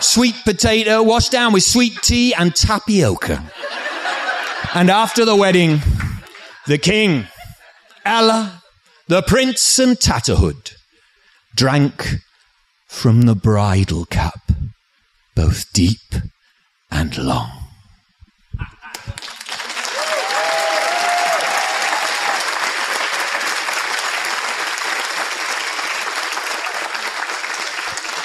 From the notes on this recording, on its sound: Recorded live at the 2014 National Storytelling Festival.